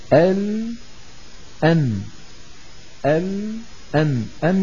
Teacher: فيكون المكان الذي يقرع طرف اللسان فيه غار الحنك أدخل قليلا من مخرج اللام، يعني تحته ال مثلا، هكذا ال أن ال أن أن، يعني إلى الداخل قليلا، والراء أدخل أكثر وأكثر.